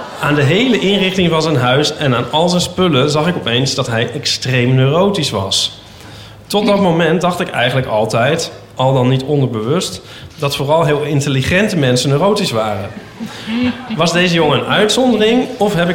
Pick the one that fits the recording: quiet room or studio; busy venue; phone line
busy venue